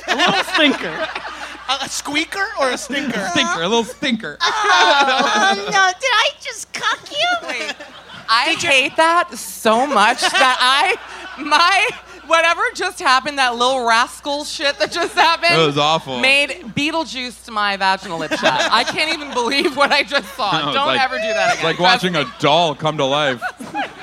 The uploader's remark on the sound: Recorded live in Brooklyn, NY.